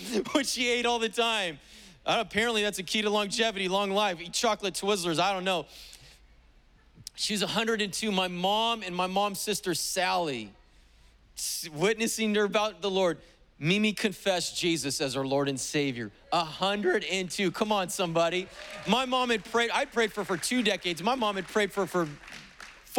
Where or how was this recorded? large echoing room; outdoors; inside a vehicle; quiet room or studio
large echoing room